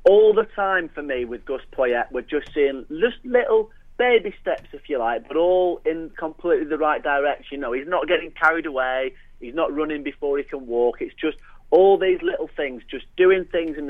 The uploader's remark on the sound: On the phone we had Sunderland broadcasting sage